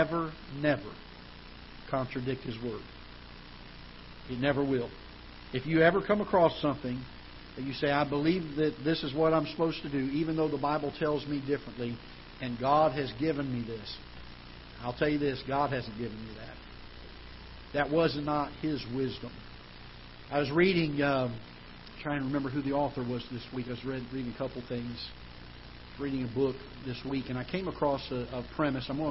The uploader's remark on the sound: Ketha Heights Baptist Church ~ Live Broadcast